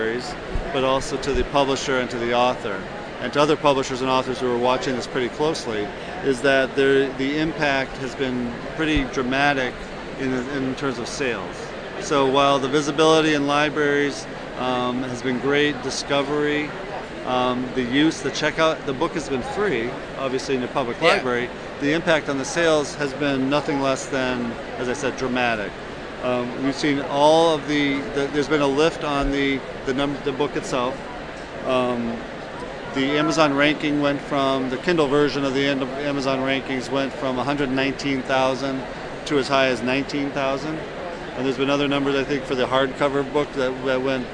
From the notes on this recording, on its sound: Post BEA and IDPF Wrapup. We have a few audio interviews we did at the show where we spoke to Kobo and Overdrive.